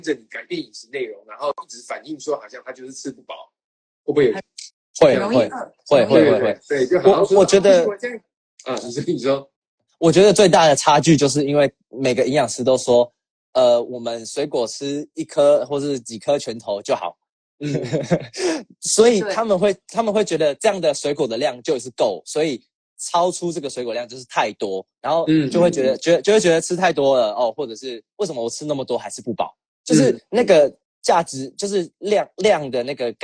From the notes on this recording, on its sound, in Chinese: 也因為這樣音質比較差，請大家多包涵。